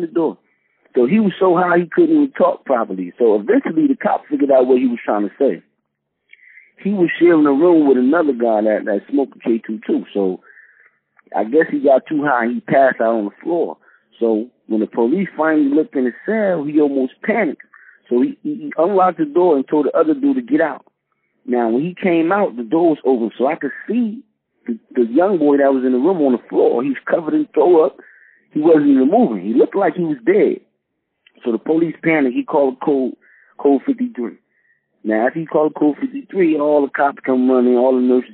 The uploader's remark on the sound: Called in to the podcast.